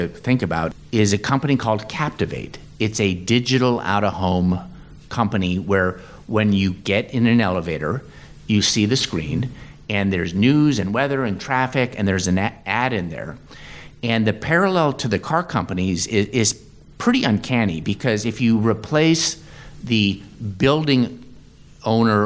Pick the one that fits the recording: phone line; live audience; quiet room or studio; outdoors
live audience